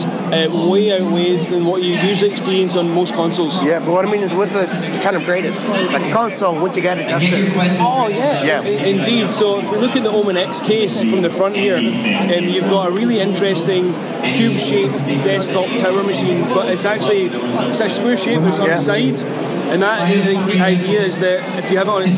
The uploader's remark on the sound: As this was recorded at a live event you will hear some background noise.